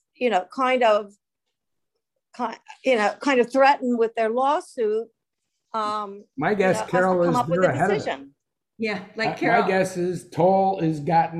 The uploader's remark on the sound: Meeting (via Zoom).